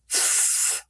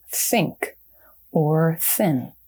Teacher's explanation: I just took the tip of my tongue, I brought it to the back of my front teeth, and then I let out a little bit of a kind of a friction release of unvoiced air. So there's no phonation.